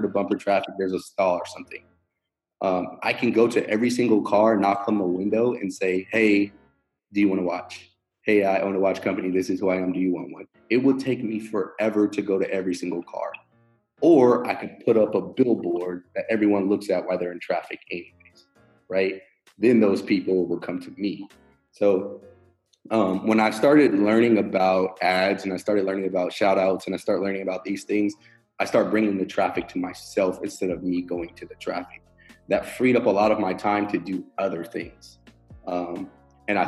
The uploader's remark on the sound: we apologise for the drop-off in the sound quality, we had to use Zoom to do this interview